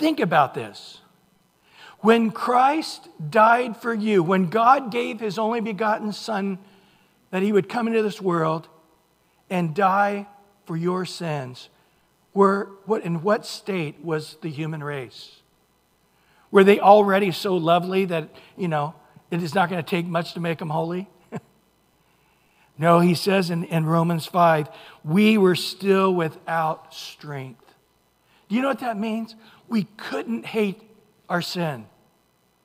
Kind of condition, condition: setting, large echoing room